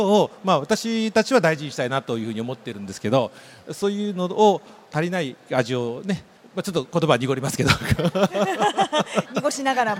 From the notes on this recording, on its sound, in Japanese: CRAFT SAKE WEEK 2023 at ROPPONGI HILLSにて公開収録。